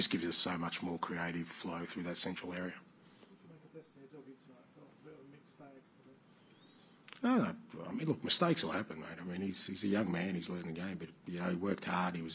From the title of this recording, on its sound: POST-MATCH PRESS CONFERENCE